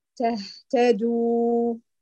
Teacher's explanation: التاء بهمسها والدال بجهرها